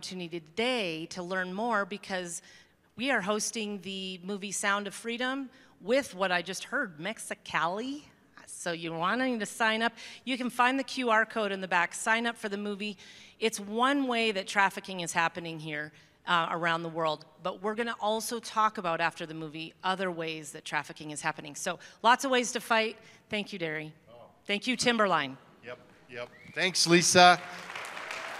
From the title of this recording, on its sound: at Timberline Church